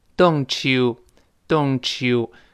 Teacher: t 碰到了 u 前面那个 ye，一定变成 ch 这个声音